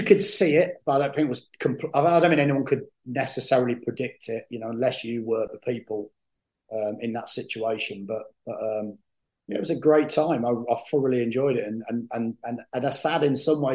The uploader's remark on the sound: sat down on Zoom